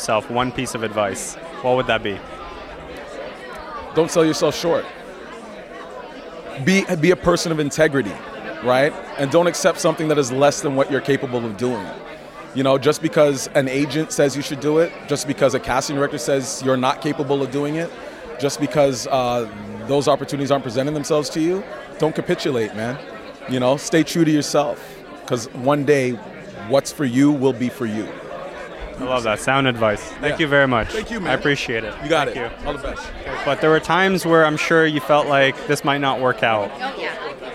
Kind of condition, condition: setting, busy venue